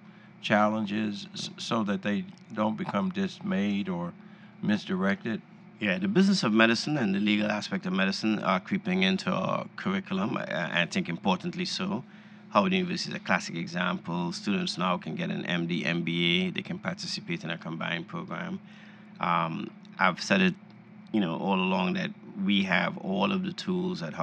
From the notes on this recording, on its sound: Recorded at the recent National Medical Association annual meeting in New Orleans.